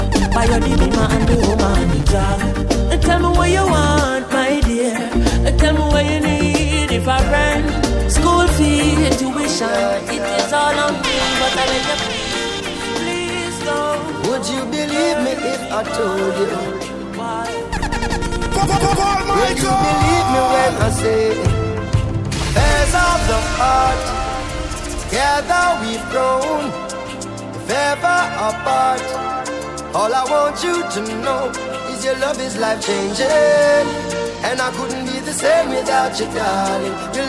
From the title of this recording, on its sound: LIVE AT ISLAND SATURDAYS ON OCT 20